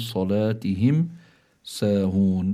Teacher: ميم ساكنة أتى بعدها حرف السين، والسين من حروف الإظهار، فبتكون هون الميم حكمها إظهار شفوي. ساهون الوقف عليها بيكون بالمد الذي يقال له مد عارض للسكون، إما بالقصر من يعني بالحركتين أو التوسط الأربعة أو بالطول اللي هو ست حركات.